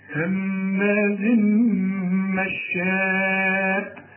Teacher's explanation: همازن تنوين وبعده مين ادغام كامل بغنة، همازن مشاء، لازم تمد اربع حركات لان المد ده في والهمزه في كلمه واحده، وهكذا في عموم القران تلاقي مد وبعده همز تمد.